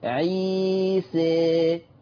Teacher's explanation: ده انت قربت نحو الياء، فالإمالة بتاعتك هنا كبيرة، إمالة كبرى